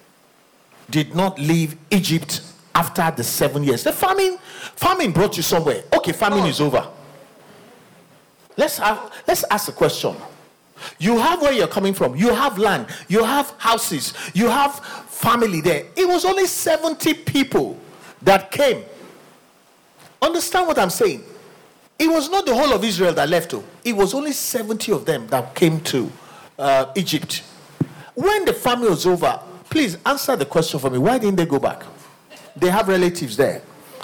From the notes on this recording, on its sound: Recorded LIVE at our Interactive MidWeek Service